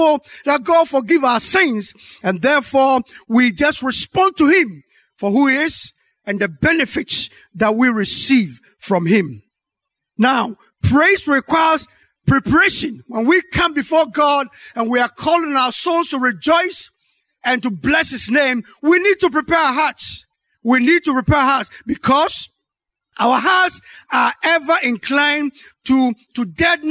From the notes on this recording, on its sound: Sermon preached at Calvary Baptist Church